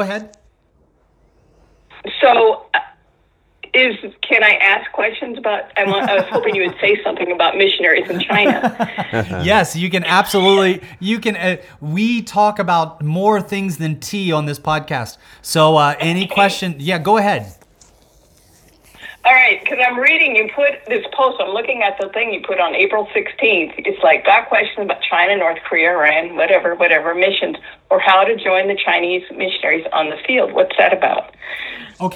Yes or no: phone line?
yes